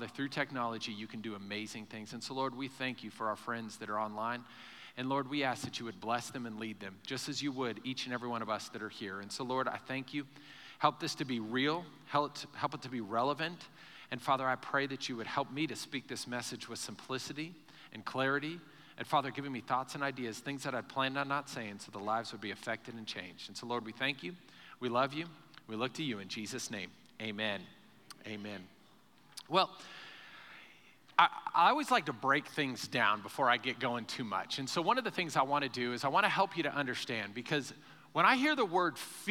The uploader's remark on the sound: Recorded live during our Sunday morning service